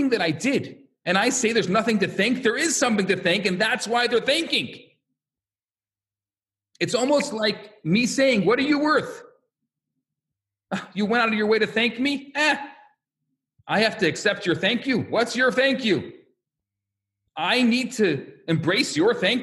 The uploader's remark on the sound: Recorded Live at Rohr Chabad NDG in Montreal, Canada. A Live Workshop.